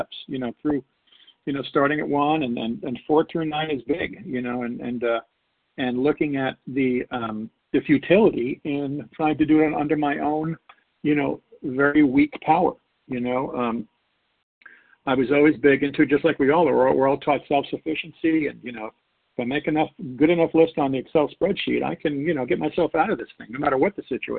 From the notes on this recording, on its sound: 100 Pounders Phone Meeting.